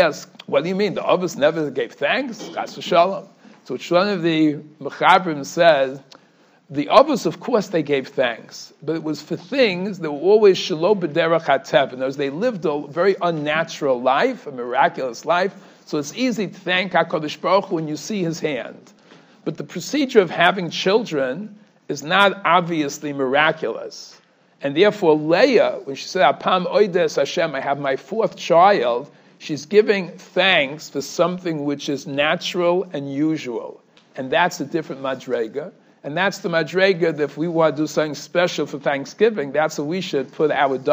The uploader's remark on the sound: Shiur recorded in Yeshivas Ohr Reuven, Monsey, NY.